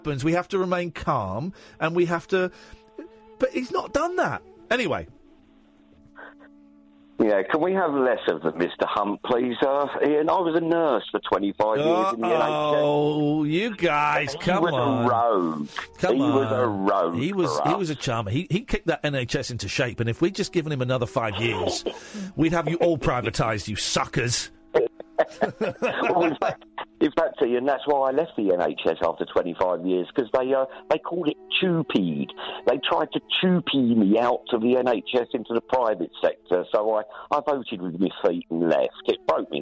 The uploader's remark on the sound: hands the show over to the callers